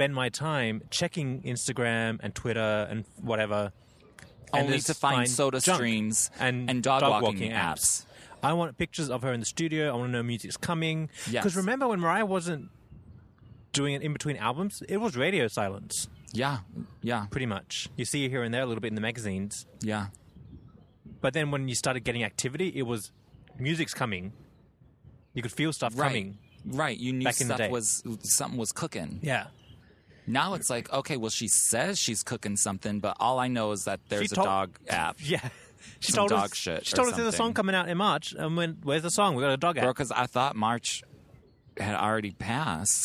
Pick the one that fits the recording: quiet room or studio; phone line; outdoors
outdoors